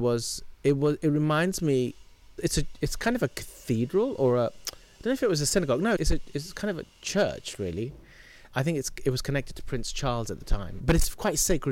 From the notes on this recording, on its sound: He kindly invited us to his home last summer and we recorded this conversation in a shady spot in the garden.